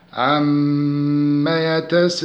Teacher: عندي عم الميم مشددة، فالميم المشددة عبارة عن حرفين، الأول ساكن والثاني متحرك، فشددناها وجبنا فيها الغنة بمقدار حركتين